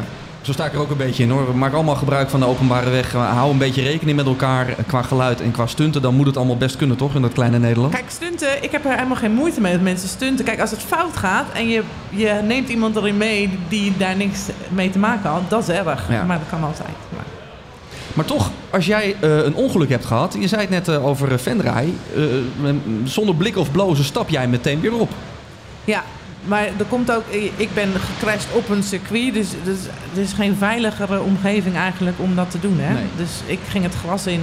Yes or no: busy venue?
yes